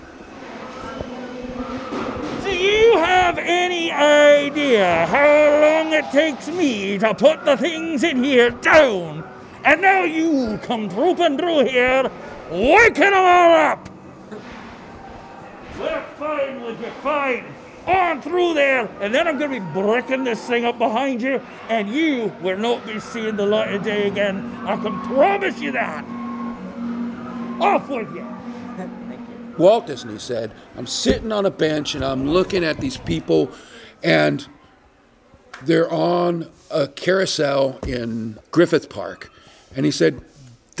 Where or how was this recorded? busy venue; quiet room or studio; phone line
busy venue